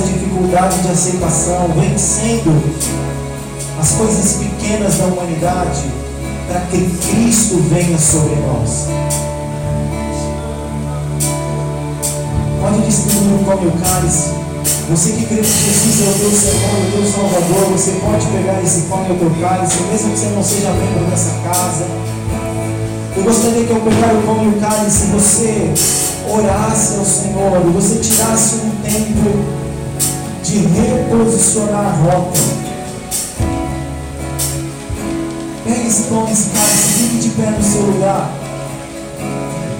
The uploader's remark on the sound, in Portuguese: O áudio não está com qualidade excelente.